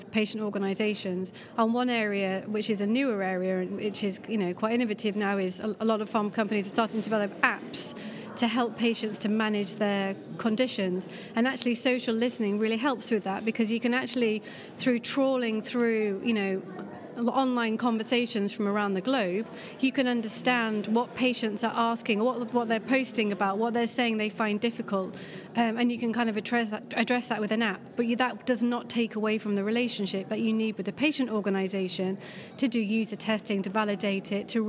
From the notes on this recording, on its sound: The second of two episodes recorded in partnership with PRWeek UK at their PharmaComms conference in London where we chatted with a number of speakers from the event.